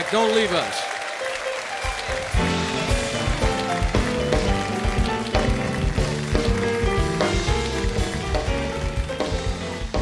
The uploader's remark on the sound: Live at the South Point Casino